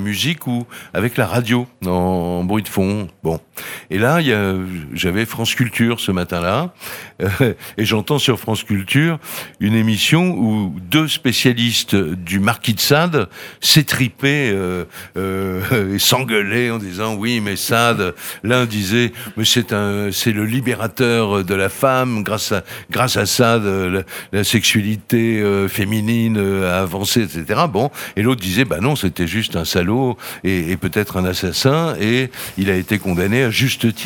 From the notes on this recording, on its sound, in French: Faites Lire 2022. Sur les radios de la FRAMA en direct du salon du livre dimanche 2 octobre 2022.